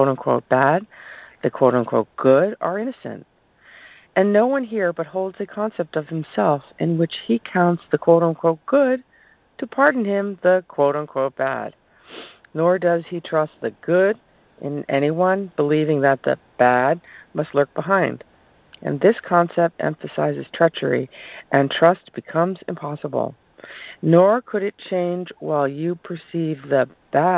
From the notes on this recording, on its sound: ACIM NOV 27 CONF CALL. ACIM Daily TEXT Conference Call.